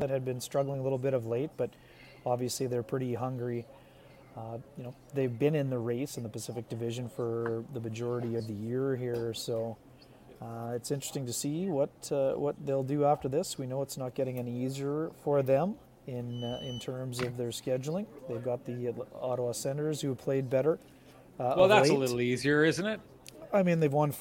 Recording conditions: busy venue